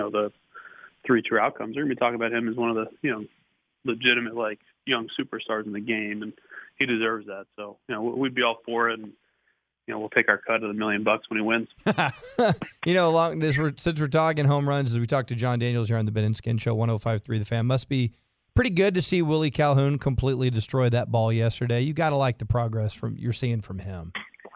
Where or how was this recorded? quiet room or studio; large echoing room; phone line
phone line